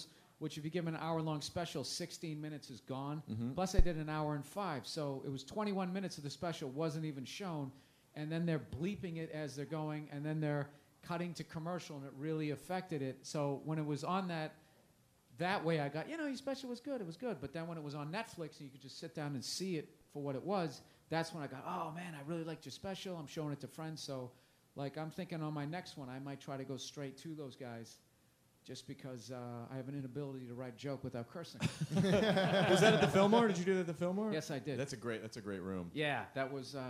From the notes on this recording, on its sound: Recorded at Just for Laughs Montreal on July 30th, 2011